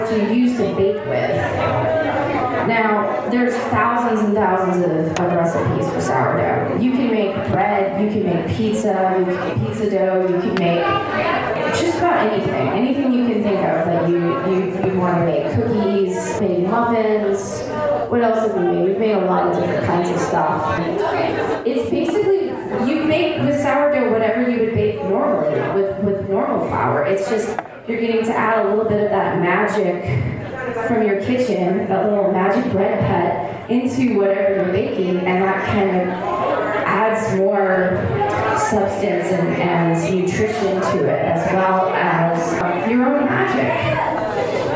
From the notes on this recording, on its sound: a recording from the Witches Faire and Gathering on Oct 30, 2021